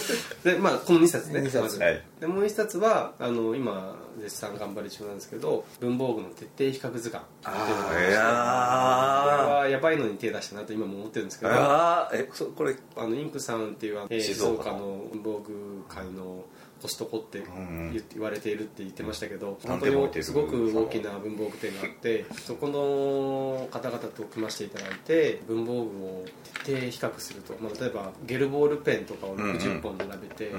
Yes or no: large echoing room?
no